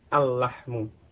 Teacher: Al-lahmu, walaupun itu sama-sama lam ya. Tapi al pada al-lahmu, lamnya itu masuk ke lam yang sesudahnya. Jadi bukan lam pada alif lam, tapi lam yang masuk ke lam yang awal dari lahmu tadi. · Term: syamsiyah